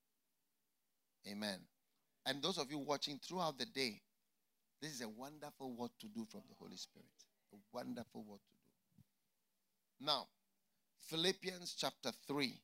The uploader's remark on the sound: Preached at the FLOW Church Service.